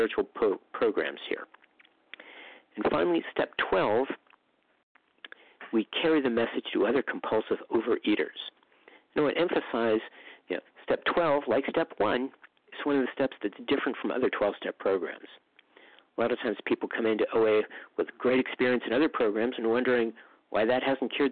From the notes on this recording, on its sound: from the 100 Pounders Phone Meeting, 6/26/23